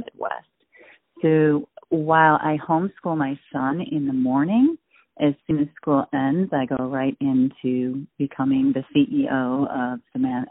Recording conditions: phone line